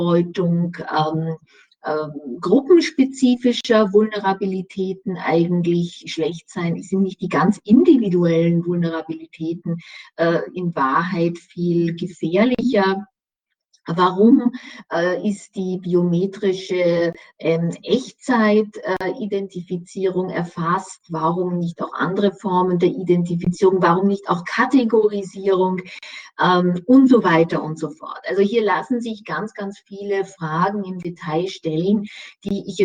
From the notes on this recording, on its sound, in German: Mitschnitt der Online-Veranstaltung von Donnerstag 6.